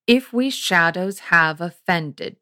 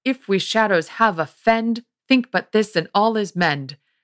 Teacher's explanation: For example, in Midsummer Night's Dream, you have trochaic tetrameter with, if we shadows have offended, stressed, unstressed, stressed, unstressed, stressed, unstressed, stressed, unstressed · Shown in: first take